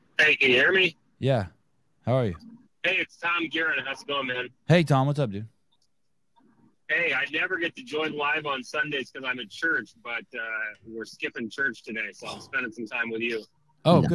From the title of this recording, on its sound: Live Call